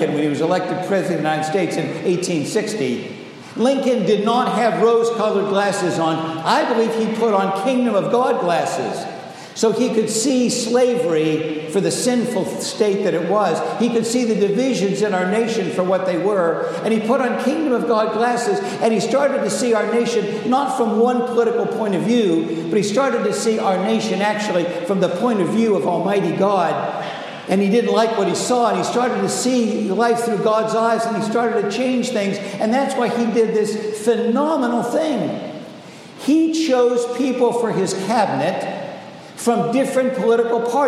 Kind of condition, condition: setting, large echoing room